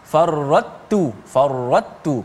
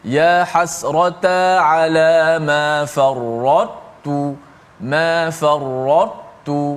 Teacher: Maknanya ta sifat itba' ta tu dikekalkan. Sifat tebal ta itu dikekalkan kemudian baru masuk ke dalam huruf ta tanpa qalqalah. · Shown in: second take · Term: idgham naqis